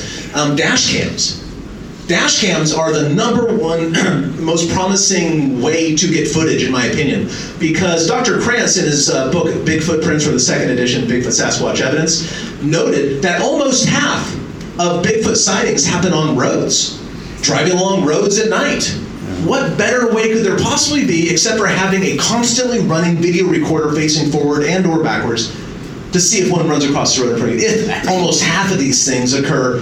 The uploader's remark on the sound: Live from Ohio! Recorded live during the Ohio Bigfoot Conference! Answer questions from the audience.